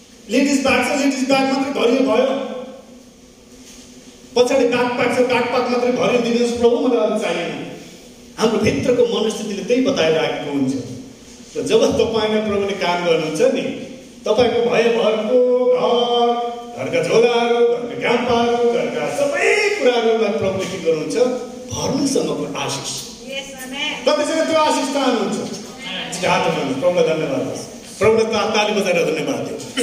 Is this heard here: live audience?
yes